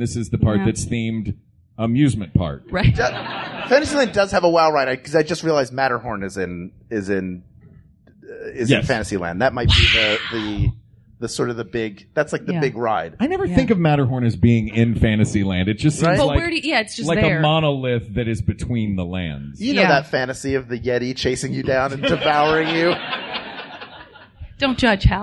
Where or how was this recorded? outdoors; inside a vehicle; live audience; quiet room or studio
live audience